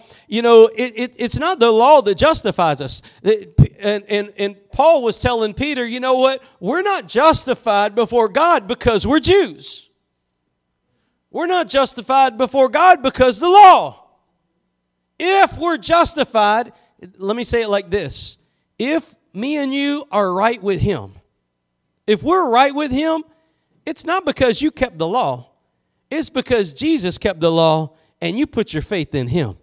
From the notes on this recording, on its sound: Preached at Gospel Lighthouse in Bossier City, La.